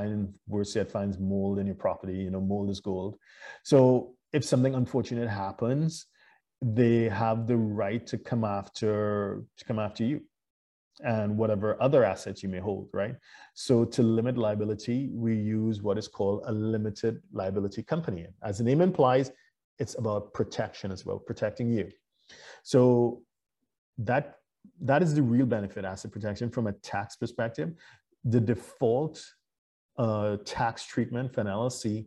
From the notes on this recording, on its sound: LIVESTREAM. For those joining us on Zoom.